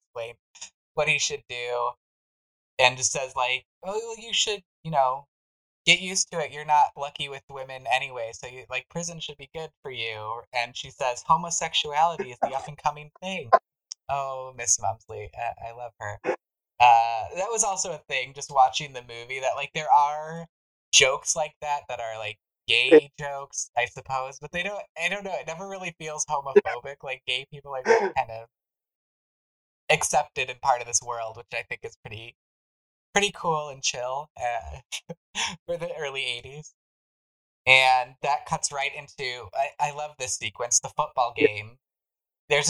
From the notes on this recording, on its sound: Please forgive our audio tribulations!